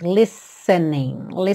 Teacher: lembra que esse T não é pronunciado, você tem como se fosse um som de dois S's, listening, ok?